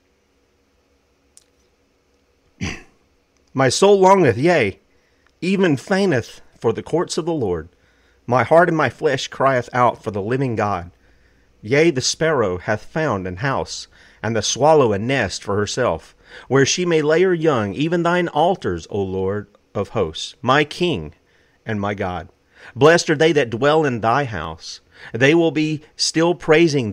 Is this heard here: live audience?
no